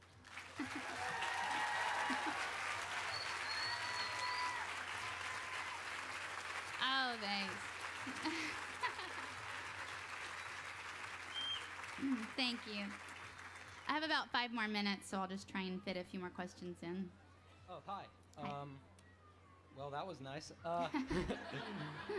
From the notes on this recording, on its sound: 2012 Library of Congress National Book Festival